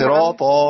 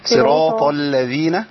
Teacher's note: الطاء هنا مفتوحة في أعلى مراتبها